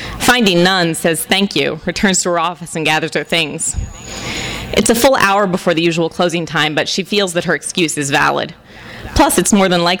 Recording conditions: live audience